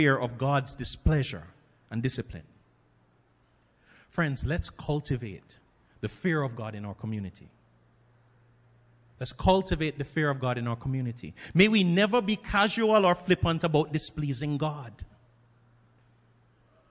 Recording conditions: large echoing room